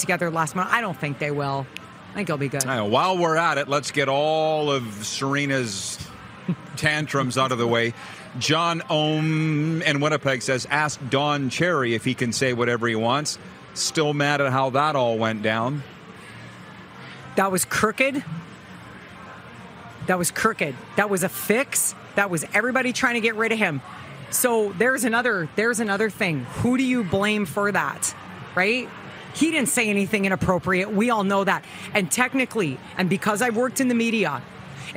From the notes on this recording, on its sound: LIVE AT THE POMPANO BEACH HOUSE IN FLORIDA!